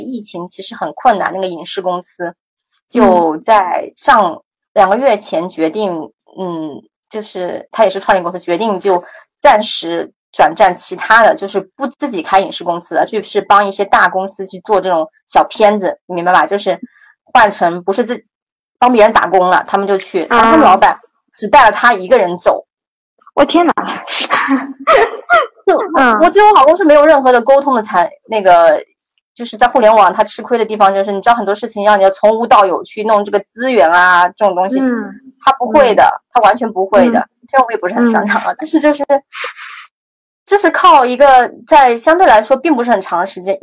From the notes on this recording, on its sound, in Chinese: 采访了远在英国的一位“传奇”女子，所以环境里会有点杂音和回声。